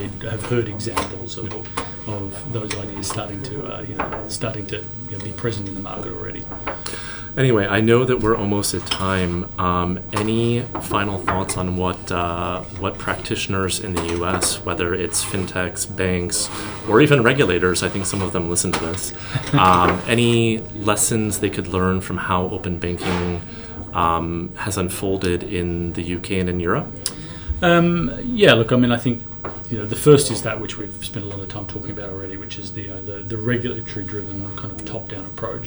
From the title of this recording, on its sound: Live at Money2020